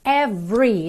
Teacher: esse E do meio não é pronunciado